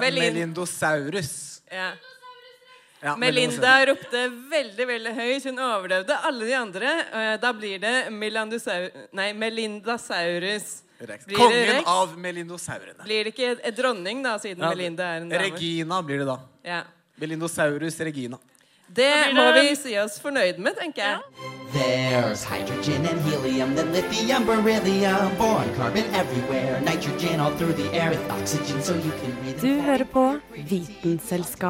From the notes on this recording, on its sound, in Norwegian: Live fra Uhørt! Dino & vino er et liveshow der vi drikker vin og snakker om dinosaurer, og alle er invitert!